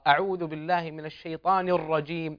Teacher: انتبه حفظك الله إلى تفخيم حرف الراء. أعوذ بالله من الشيطان الرجيم، فخم الراء وأظهر تفخيمها.